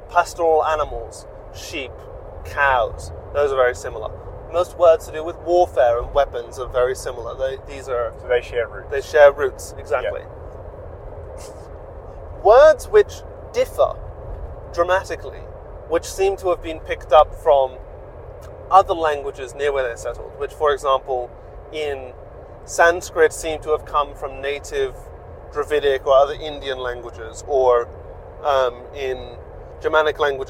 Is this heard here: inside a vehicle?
yes